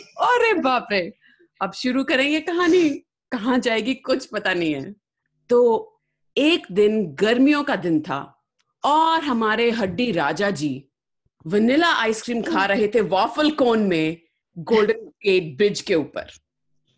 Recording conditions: video call